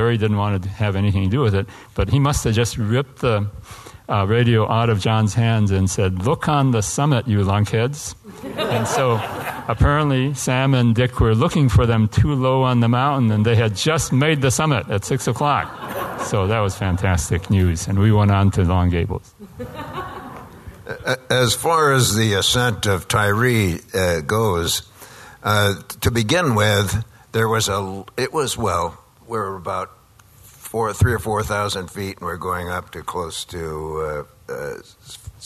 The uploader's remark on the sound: This was recorded at the American Alpine Club's 2016 Annual Benefit Dinner presented by The North Face and REI.